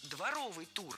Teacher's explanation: В прилагательном, образованном от существительного «двор», ударение падает на суффикс «ов», а окончание должно быть «ый», а не «ой».